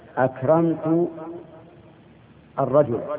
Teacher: همزة أل همزة وصل تسقط عند الدرج والوصل، فليست أصلية حتى نقول إننا ننطق بلفظها.